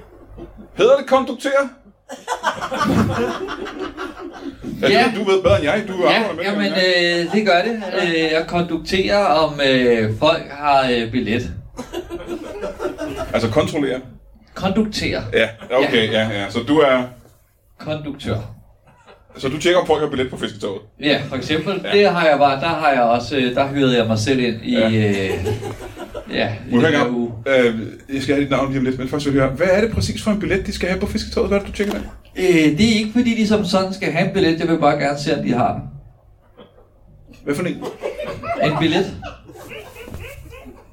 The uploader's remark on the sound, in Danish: LIVE fra Roskilde